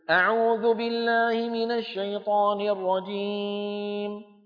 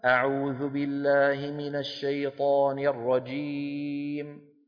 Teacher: يعني لما بيأتي إنسان يقول أعوذ بالله من الشيطان الرجيم، هو عم ينطق حروف صحيحة لكنه يخرج معها صوتا زائدا من أنفه · Shown in: first take